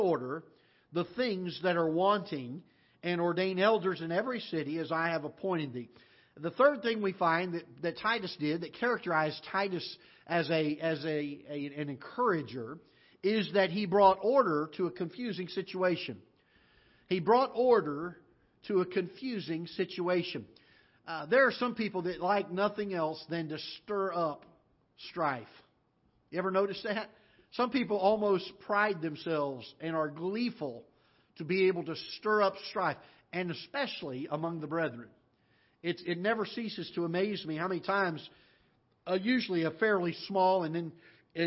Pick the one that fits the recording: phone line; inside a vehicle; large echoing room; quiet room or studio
large echoing room